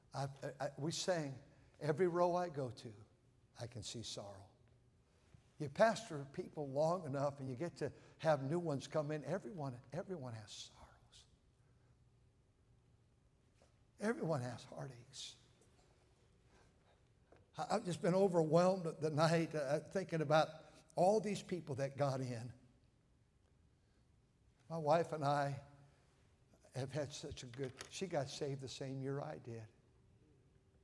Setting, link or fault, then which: setting, large echoing room